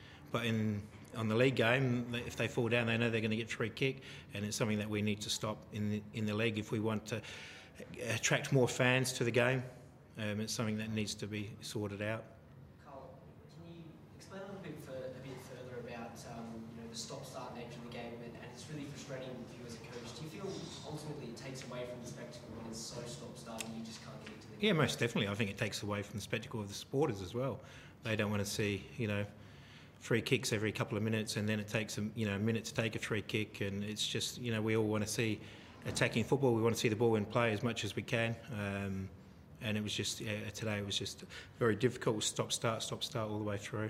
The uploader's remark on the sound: post-match press conference